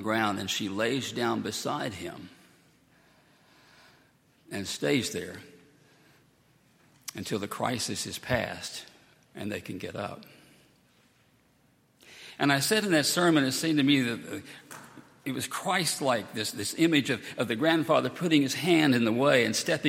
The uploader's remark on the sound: at Highland Baptist Church.